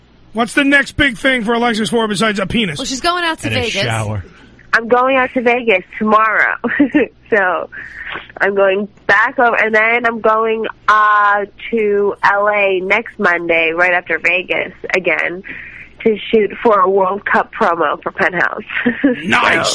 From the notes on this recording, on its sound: Joins us on The Phone